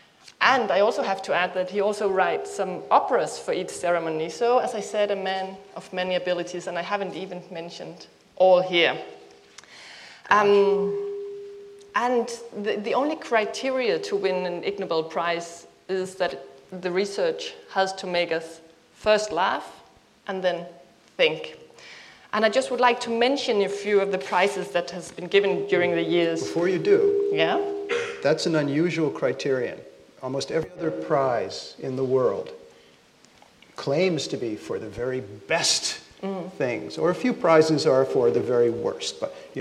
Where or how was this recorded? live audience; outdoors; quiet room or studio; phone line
live audience